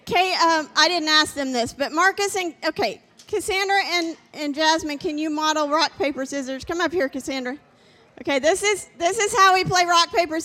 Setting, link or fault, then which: setting, large echoing room